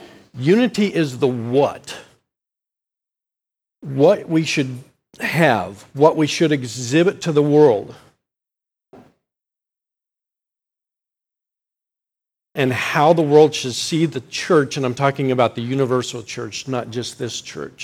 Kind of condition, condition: setting, large echoing room